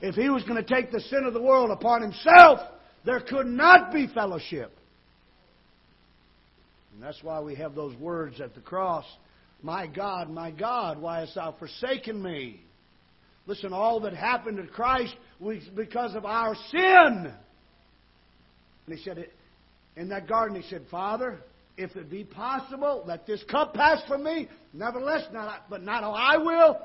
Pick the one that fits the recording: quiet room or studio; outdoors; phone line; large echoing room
large echoing room